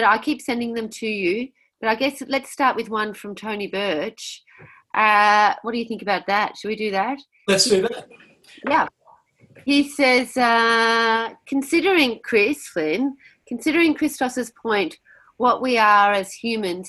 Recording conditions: video call